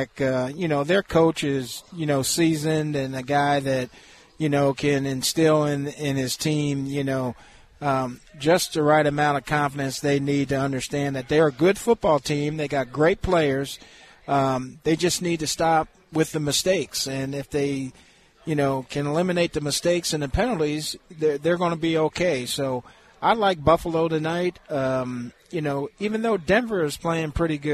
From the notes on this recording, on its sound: LIVE from Hollywood Casino!